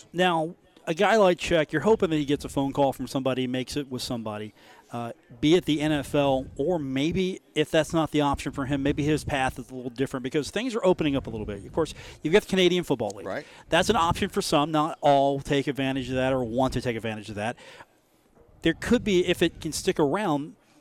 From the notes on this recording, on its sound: comes to you live from The Union Pub and Grill in Huntington, WV